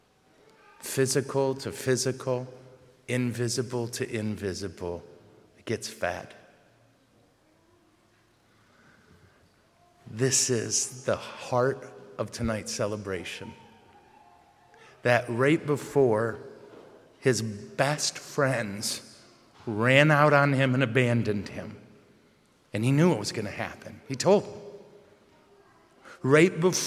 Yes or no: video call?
no